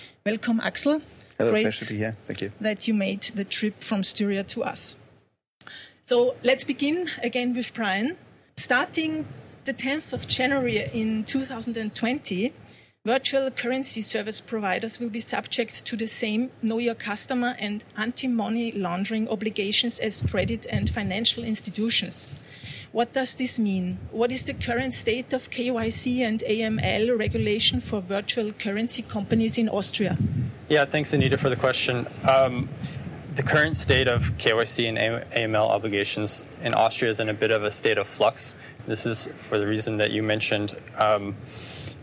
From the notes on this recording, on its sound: I was invited to moderate this panel discussion by Stadler Völkel Attorneys at Law in Vienna. Sorry, for the sometimes bad audio quality due to the live recording outdoors!